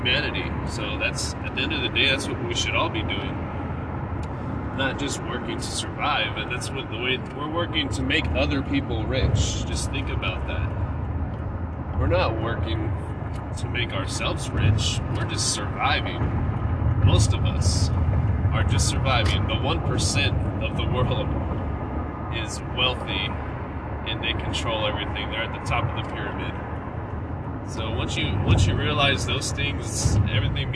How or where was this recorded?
inside a vehicle